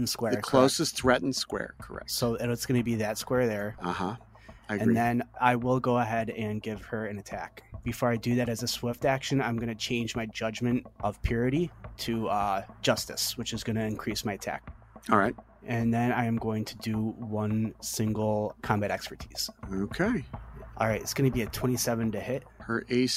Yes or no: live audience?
no